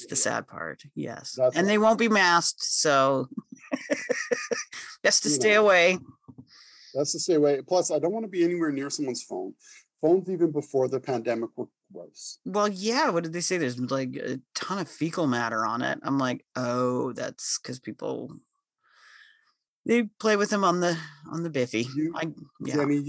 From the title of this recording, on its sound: on Zoom